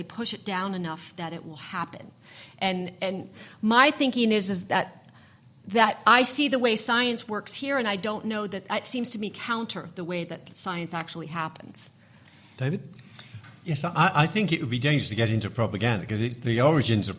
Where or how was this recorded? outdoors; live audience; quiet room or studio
live audience